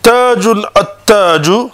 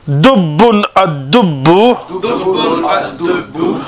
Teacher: Notice the strong sound of the ta and note how you cannot hear the lam at all. · Term: sun letters